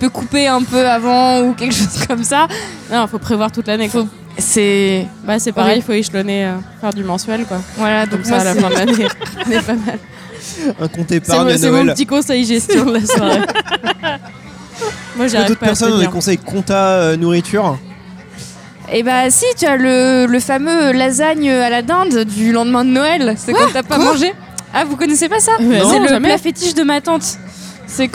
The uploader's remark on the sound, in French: enregistré au BarOurcq (Paris 19e)